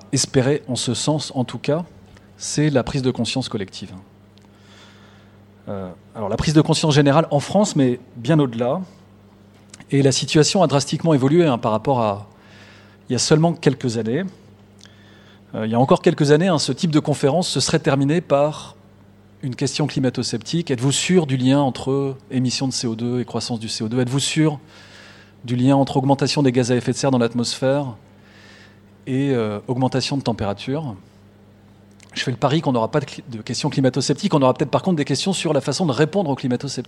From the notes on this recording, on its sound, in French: Conférence enregistrée lors de la 5e édition de la Nuit de l'ENS (en partenariat avec France Culture, Libération, HugoDécrypte, Philosophie magazine).